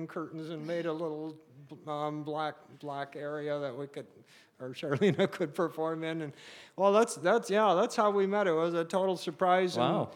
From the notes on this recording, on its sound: Beside The Point Live, full segments from our live 2nd season finale!